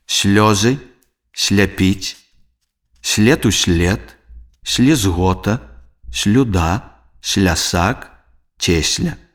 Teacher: Свісцячы с перад мяккімі зычнымі с, л, м, н, ц, п, в вымаўляецца мякка.